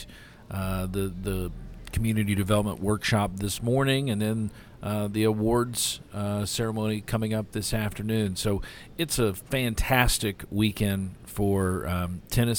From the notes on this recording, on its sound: It’s a special AUDIO-ONLY edition of GSMKY! This was our first-ever remote podcast, recorded on January 27, 2024 at the Kentucky Tennis Weekend Community Development Workshop at the Hyatt Regency in Louisville, KY. We recorded a lot of great interviews with CTA representatives and some USTA staff.